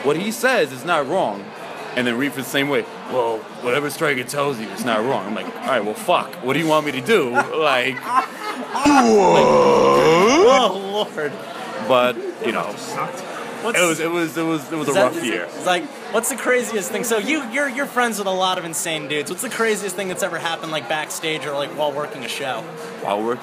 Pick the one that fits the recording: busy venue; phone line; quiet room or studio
busy venue